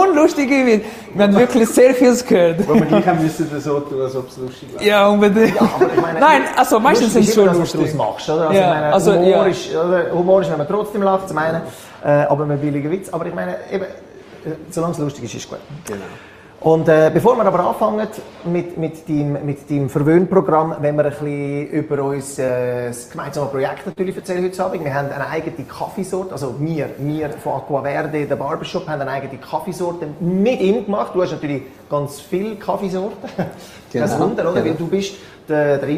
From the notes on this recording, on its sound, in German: Audio-Mitschnitt unserer monatlichen Live-Show direkt aus dem Barber Shop Einsiedeln